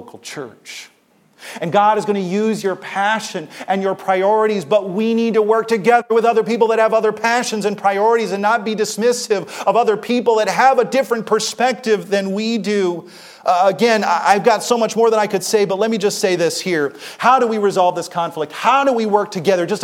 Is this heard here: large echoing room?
yes